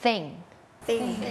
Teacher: เสียงแบบ unvoicedคือออกมาแค่ลมเราเอาลิ้นเนี่ยมาวางตรงกลางระหว่างฟันบนกับฟันล่าง